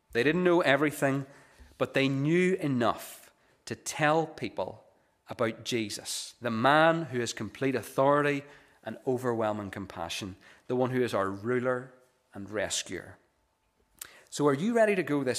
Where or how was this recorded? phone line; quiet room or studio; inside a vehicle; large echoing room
large echoing room